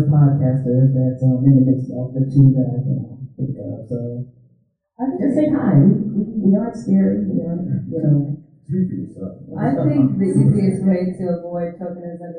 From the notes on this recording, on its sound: DC Podfest Panel 2016 LIVE. This is a special episode based off of the audio from the great DC PodFest panel on diversity in podcasting. That occurred at the Wonderbread Factory in Washington, DC on Saturday, November 5, 2016.